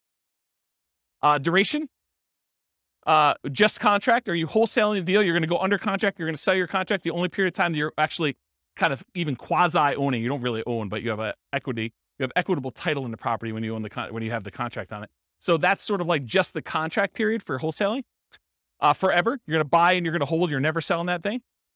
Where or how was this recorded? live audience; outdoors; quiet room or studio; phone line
live audience